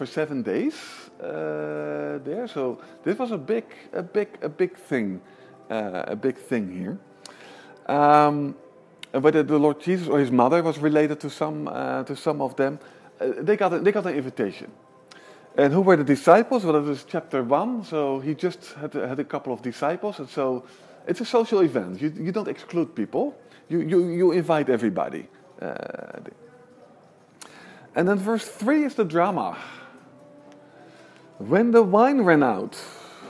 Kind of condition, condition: setting, large echoing room